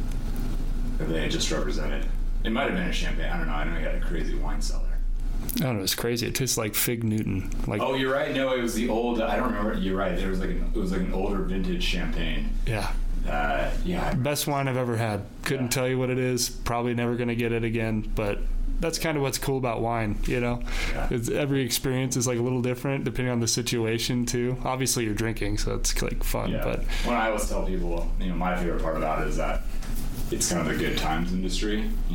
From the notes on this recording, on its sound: there were technical issues recording but we liked the interview so much that we decided to post it anyways despite the poor sound quality and background noise